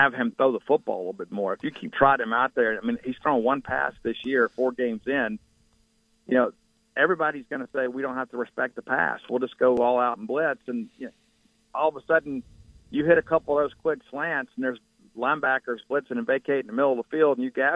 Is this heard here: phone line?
yes